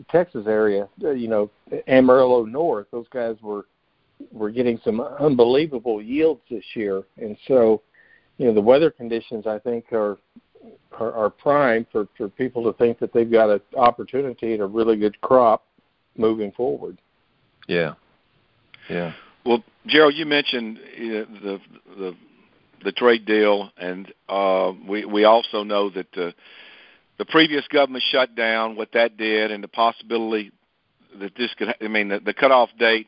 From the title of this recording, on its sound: Monthly Conference Call